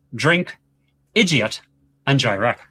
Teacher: In a Northern Irish accent, the D sound is much more pronounced or harder compared to other accents. It gives the speech a very distinct and sharp edge.